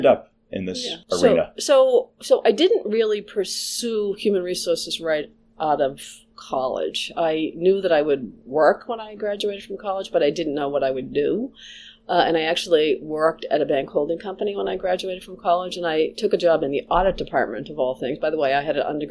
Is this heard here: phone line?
no